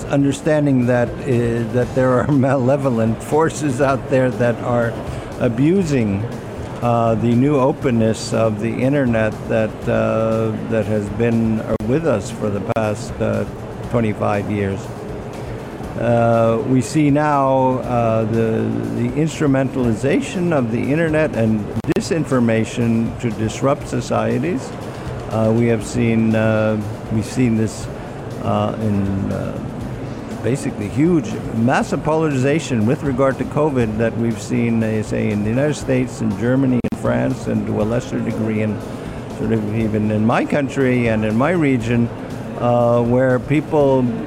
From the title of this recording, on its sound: Live at IGCF